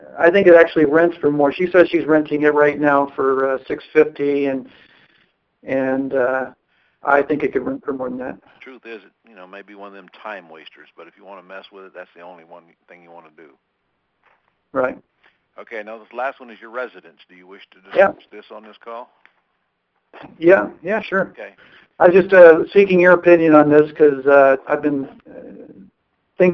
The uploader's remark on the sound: Q&A Call.